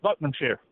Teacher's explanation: it's almost like we take all the vowels out and replace them with apostrophes. So we locals call ourselves Buckinghamshire.